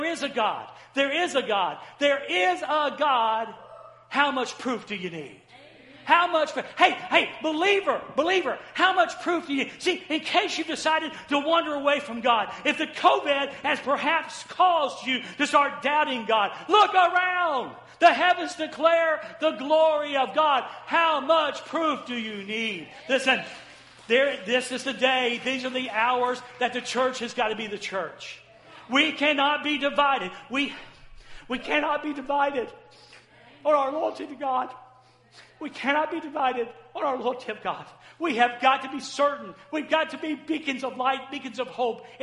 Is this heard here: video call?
no